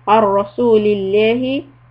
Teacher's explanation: lafz jalala lam will be soft because there's a kasra preceding the lam.